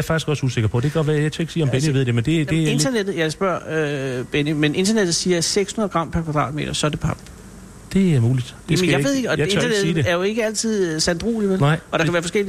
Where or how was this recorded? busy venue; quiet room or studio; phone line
busy venue